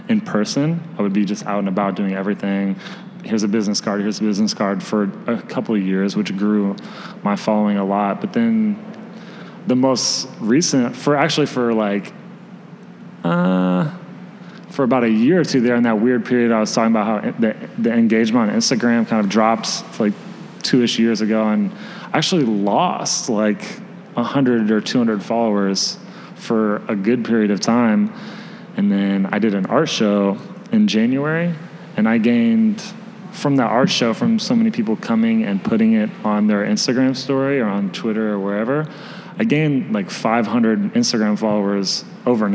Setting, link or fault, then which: setting, live audience